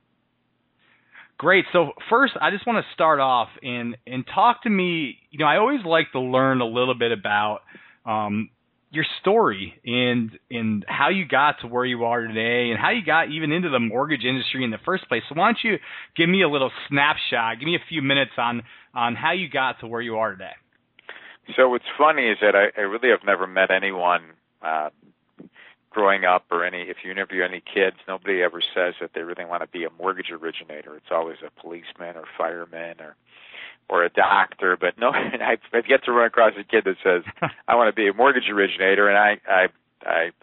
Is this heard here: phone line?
yes